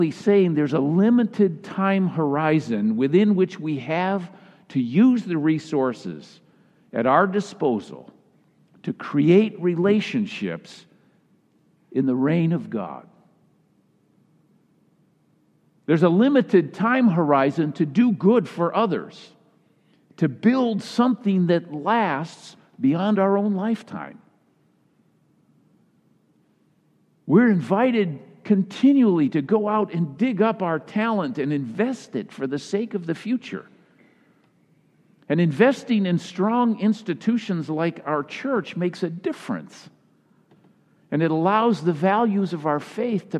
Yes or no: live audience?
yes